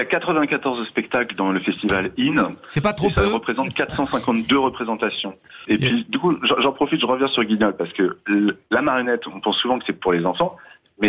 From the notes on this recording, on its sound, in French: d'avoir au téléphone le directeur de ce festival